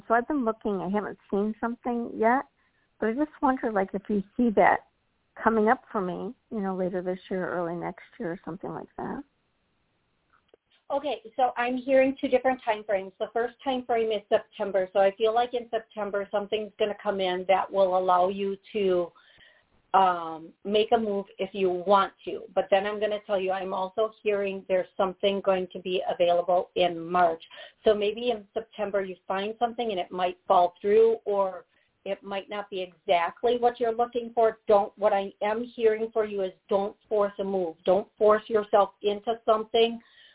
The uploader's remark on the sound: Live Call